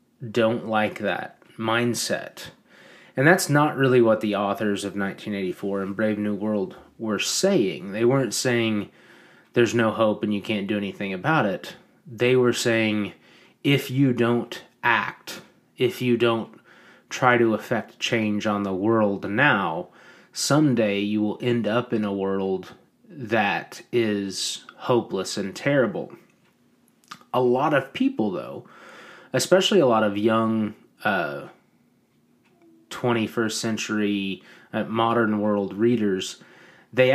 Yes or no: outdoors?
no